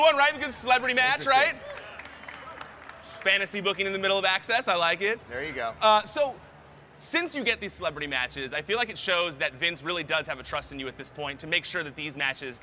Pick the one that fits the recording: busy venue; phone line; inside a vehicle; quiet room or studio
busy venue